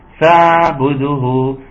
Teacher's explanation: خدوا بالكم واعملوا توسط العين